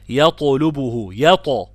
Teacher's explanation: والطاء ساكنة مقلقلة. مرتبة الطاء المقلقلة دي فين؟ في المرتبة الثانية، زي المفتوح من غير ألف، زي ما تكون مفخم مفتوح من غير ألف.